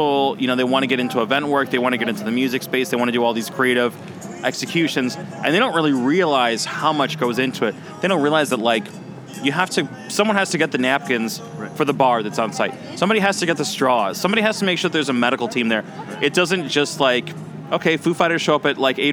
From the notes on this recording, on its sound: Recorded at SXSW 2016 on Monday, March 14th